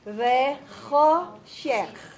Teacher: the sound of the chet and the sound of the kaf are the same. That is a guttural sound.